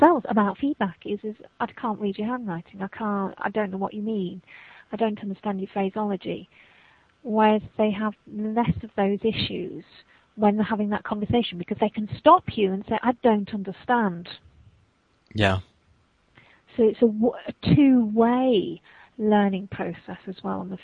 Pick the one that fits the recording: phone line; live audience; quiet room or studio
phone line